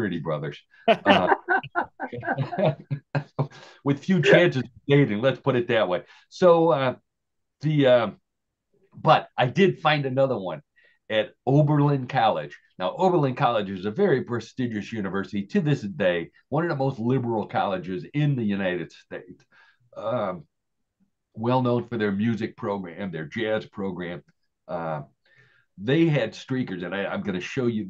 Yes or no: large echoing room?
no